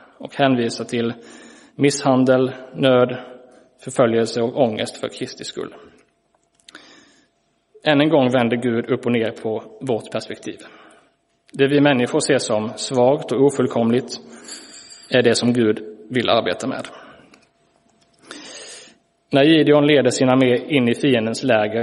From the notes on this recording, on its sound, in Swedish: Inspelad i Roseniuskyrkan den 22 januari 2023.